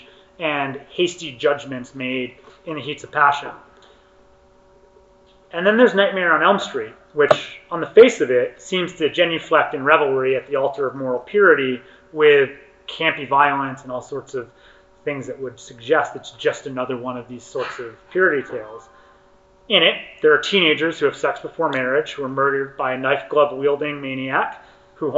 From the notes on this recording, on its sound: session recorded at Socialism 2022